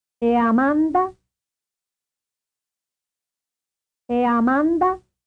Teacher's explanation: The stress in this question is on the vowel of man